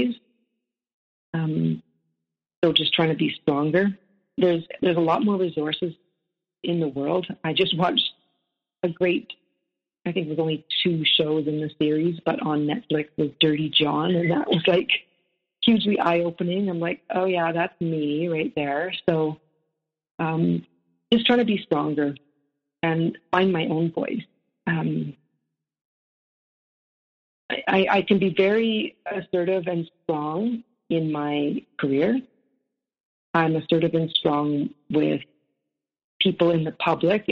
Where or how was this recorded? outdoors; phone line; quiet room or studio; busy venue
phone line